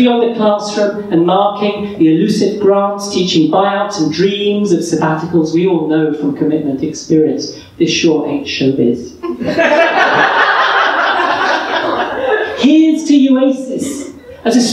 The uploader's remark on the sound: The live reading took place at the UACES 50th Anniversary Reception, held at the British Academy, 8th December 2017